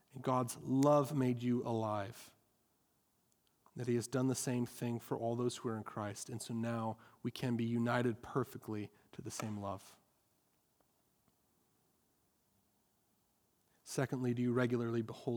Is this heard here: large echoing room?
yes